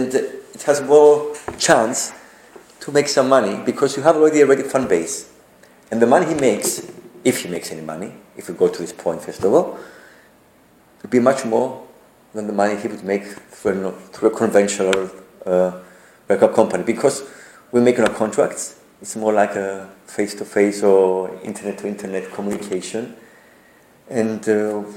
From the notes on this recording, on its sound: This is a podcast recorded during a guest lecture for a MA class (Digital Media Content) at the University of Nicosia.